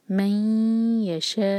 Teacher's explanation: ہم میم کو یا سے جوڑیں گے اور ناک میں آواز لے جائیں گے، دو سیکنڈز کا ٹائم دیں گے. · Term: غنہ